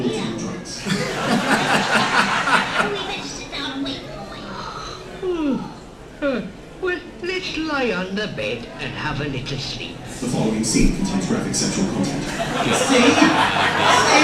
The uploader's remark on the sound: This episode was recorded in front of a live audience at the 2019 Fab Worlds of Anderson convention.